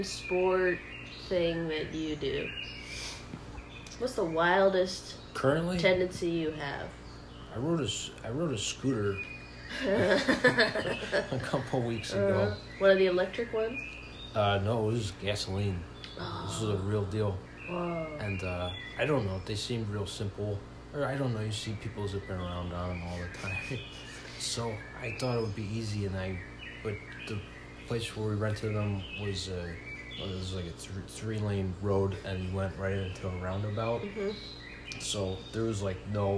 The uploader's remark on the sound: play ambient park noises on YouTube in his apartment